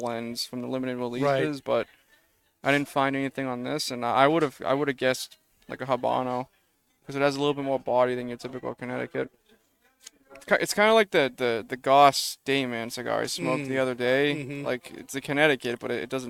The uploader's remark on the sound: Recorded live from the 7-20-4 Lounge!